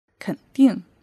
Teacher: 肯定 third tone and the fourth tone means something is being confirmed, something for sure.